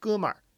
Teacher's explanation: The mer being pronounced like mer, it sounds like a Beijing accent, which I understand because in Beijing, so many things are pronounced with the r hua, that extra r sound at the end of different syllables